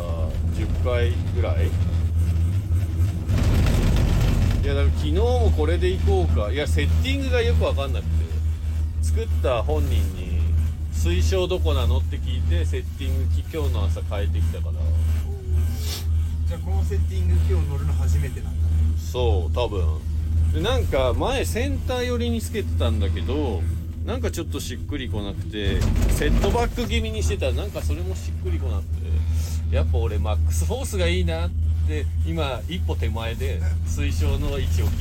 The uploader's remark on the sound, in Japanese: 栂池高原スキー場で滑り終了後 車の中から。